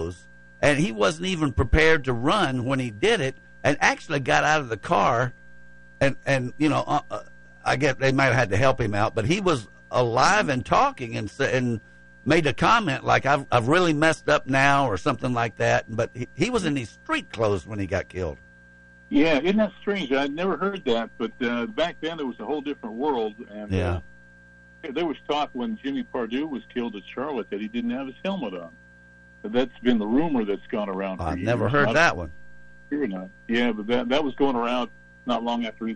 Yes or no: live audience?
no